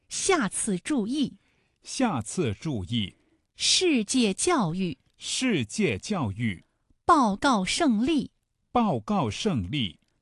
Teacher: 和平。农民犁田，农民犁田。圆形循环，圆形循环。好，我们再来发三声，声带从略微有些紧张开始，立刻松弛下来，稍稍的延长，然后迅速绷紧，但没有绷到最紧。我们来找一下它的状态。彼此理解，彼此理解。理想美满，理想美满。永远友好，永远友好。管理很好，管理很好。好，最后呢，我们再来发四声，声带从紧开始到完全松弛为止，声音从高到低，音长是最短的啊。最后落音呢，要很迅速的收住